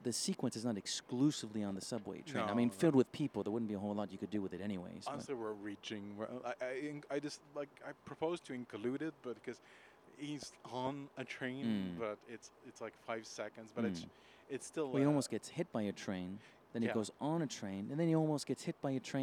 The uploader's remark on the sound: We recorded in the train on our way to Toronto for the Casino Royale in concert event.